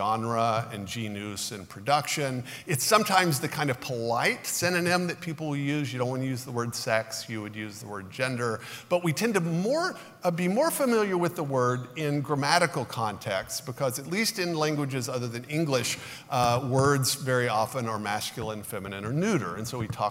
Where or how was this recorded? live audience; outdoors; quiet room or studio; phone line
live audience